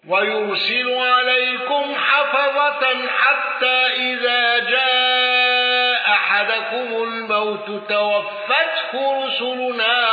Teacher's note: أبو عمرو بالإدغام وقصر المنفصل